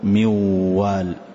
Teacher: أحذف النون تماما وأنطق الواو فقل موال، لكن أضع غنة